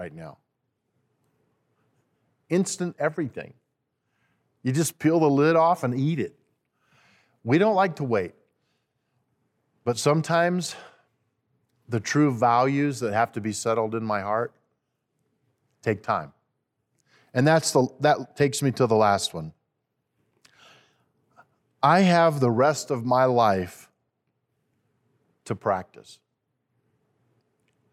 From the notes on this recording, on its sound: At Timberline Church.